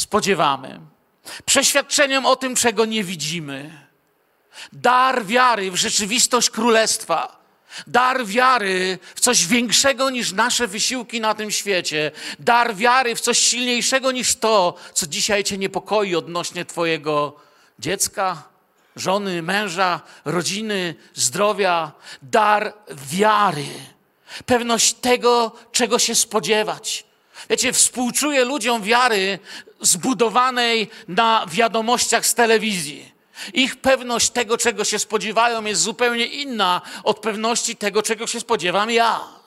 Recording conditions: large echoing room